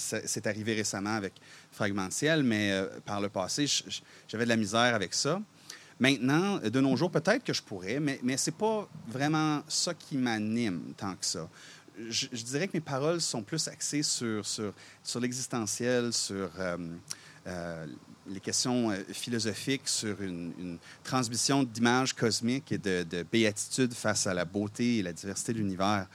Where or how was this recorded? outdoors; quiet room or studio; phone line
outdoors